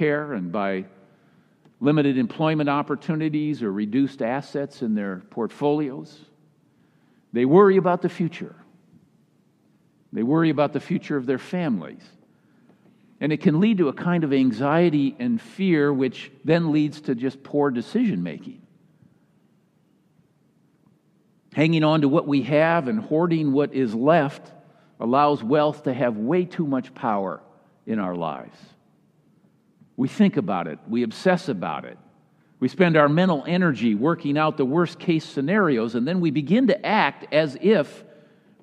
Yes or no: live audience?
yes